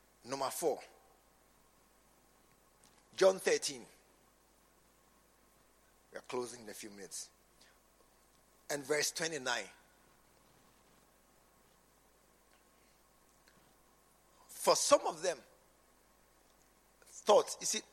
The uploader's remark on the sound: preached at the True Vine Cathedral, Bantama